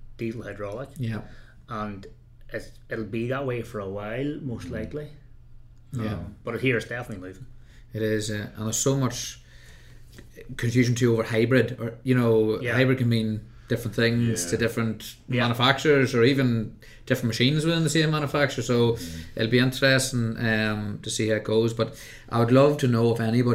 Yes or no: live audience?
no